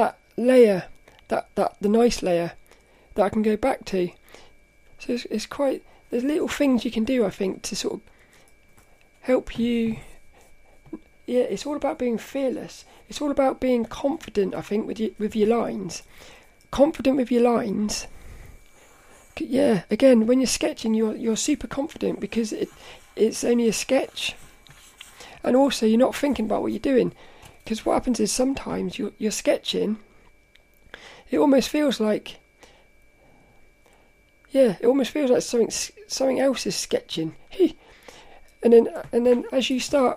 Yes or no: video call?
no